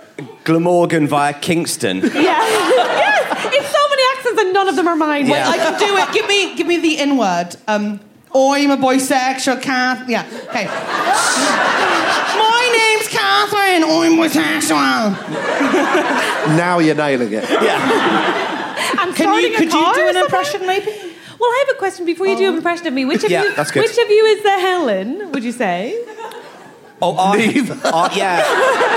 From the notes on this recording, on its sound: onstage at the Cheerful Earful festival for an episode of Trusty Hogs